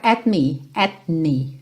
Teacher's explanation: naturalmente esse T não vai aparecer muito porque você já vai fechar os lábios pro M